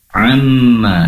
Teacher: Pastikan mim yang bertasydid itu gunnah ya, dengungnya lebih lama. Amma, durasi penempelan kedua bibir lebih lama.